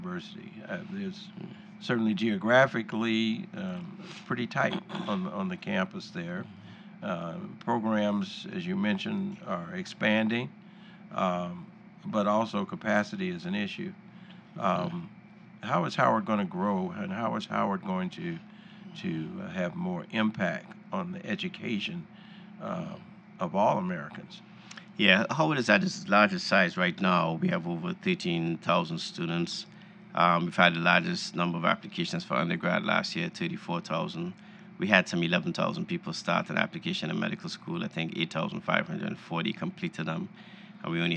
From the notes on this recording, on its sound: Recorded at the recent National Medical Association annual meeting in New Orleans.